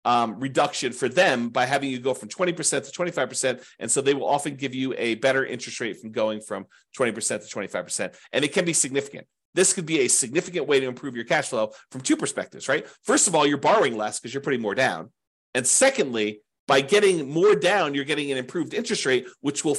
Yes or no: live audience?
no